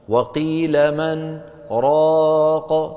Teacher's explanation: رواها لنا بسكتة لطيفة بين النون والراء. سكتة يعني فراغ صوتي، فراغ صوتي.